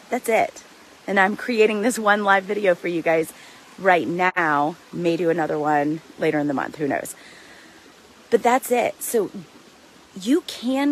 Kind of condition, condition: setting, outdoors